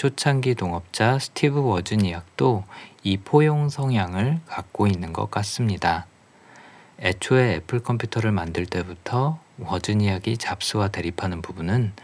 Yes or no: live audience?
no